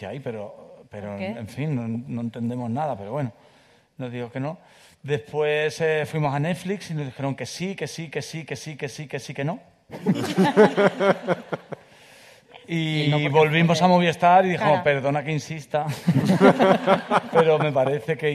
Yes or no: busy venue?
yes